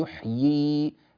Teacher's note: إذا وقفنا على يحيي نأتي بياءين